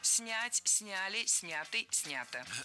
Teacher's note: Ударение в этом кратком причастии оставляем на корне, как и в большинстве глагольных форм.